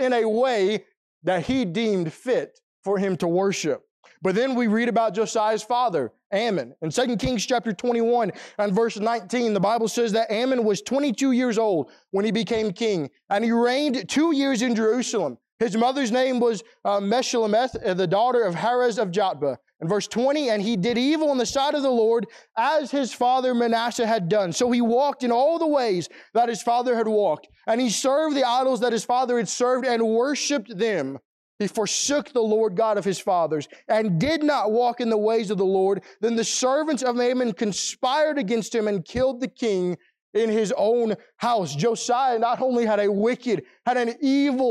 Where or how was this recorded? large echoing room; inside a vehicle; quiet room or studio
large echoing room